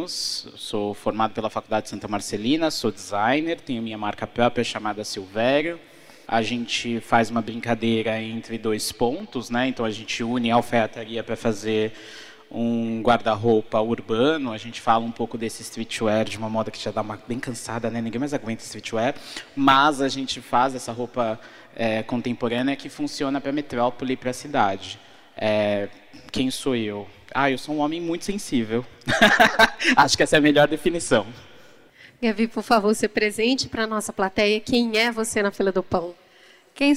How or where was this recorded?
live audience